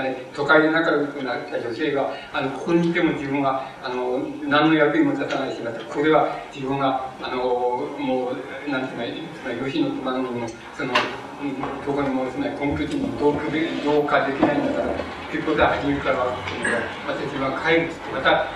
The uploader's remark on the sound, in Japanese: 場所：国学院大学常磐松2号館2階中講堂。昭和文学会の春季大会として 行なわれた講演。客席録音のためノイズが入るが 比較的クリアに収録されている。